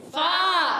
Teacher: فا کا مخرج ہے اوپر والے دانتوں کے کنارے جب نیچے والے ہونٹ کے تر حصے سے لگتے ہیں تو ادا ہوتا ہے فا کیا ادا ہوتا ہے فا گڈ